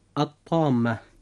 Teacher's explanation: وبقية حروف الهجاء إخوة الإسلام إذا وقعت بعد لام التعريف فهنا يكون حكمها الإدغام بغير غنة، وتسمى هذه اللام لاما شمسية. ومعنى الإدغام بغير غنة أي أننا لا ننطق اللام عند نطقنا للكلمة التي فيها لام التعريف. ومثال ذلك كلمة الطامة.